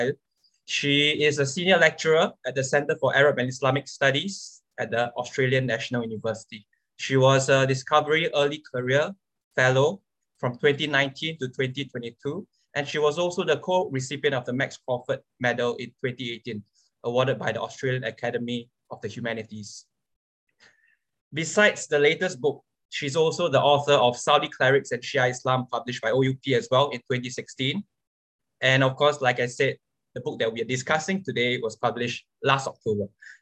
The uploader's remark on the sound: This public talk was conducted online via Zoom